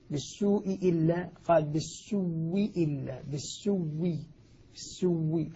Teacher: أبدل الهمزة وأدغمها فصارت من باب المتماثلين، قال واو ساكنة وبعدها واو مكسورة، فأدغمت الأولى في الثانية وأصبحت أصبح الواوان واوا واحدة مشددة، فقال بالسوء إلا. · Term: إدغام الواو الأولى بالثانية